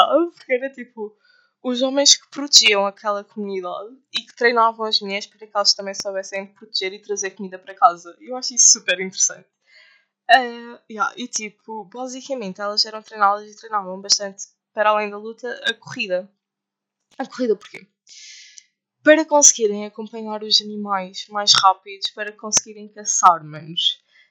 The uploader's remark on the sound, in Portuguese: O áudio não está o melhor. Por agora não é melhor até a vossa gaja arranjar um equipamento melhor.